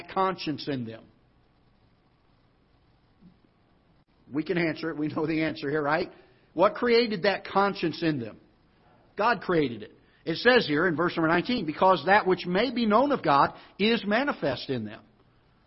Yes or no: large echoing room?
yes